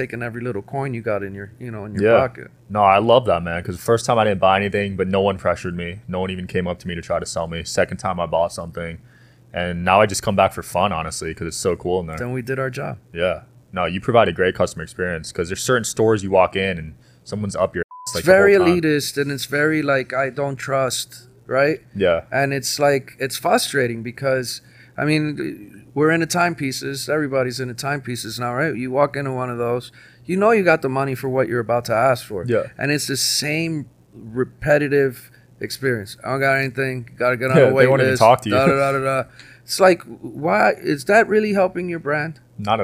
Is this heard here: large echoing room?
no